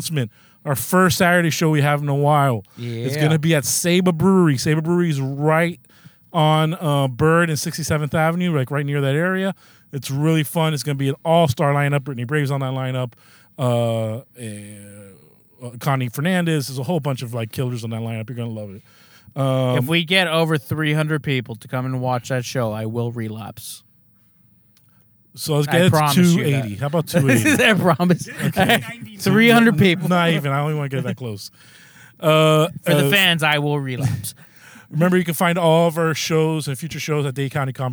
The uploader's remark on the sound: we are in the car